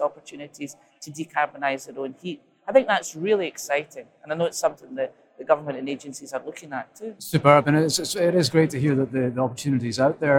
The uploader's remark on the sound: The Energy Voice team are at the All-Energy conference this week, the UK’s largest renewable and low-carbon energy exhibition and conference.